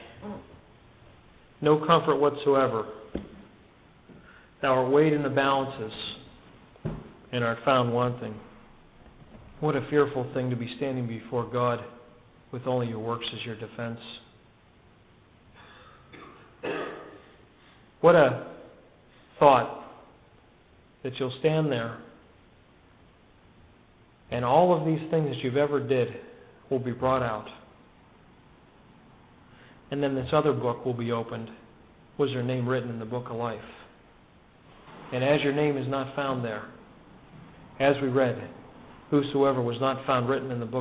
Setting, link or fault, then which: setting, large echoing room